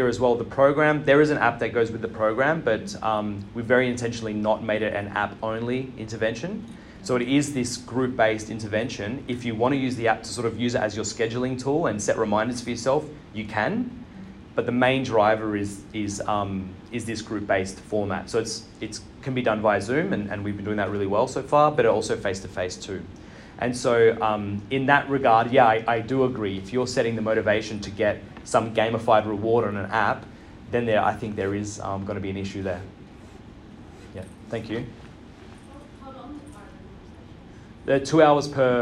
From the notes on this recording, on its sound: LIVE from IPPA World Congress 2023. Coming to you LIVE from Vancouver BC.